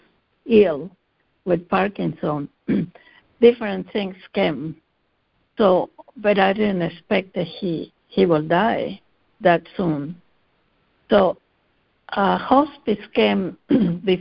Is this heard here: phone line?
yes